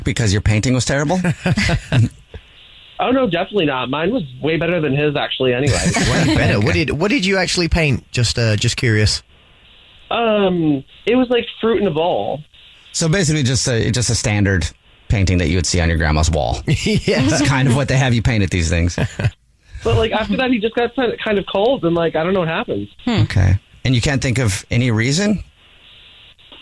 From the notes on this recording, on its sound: We get that other person on the phone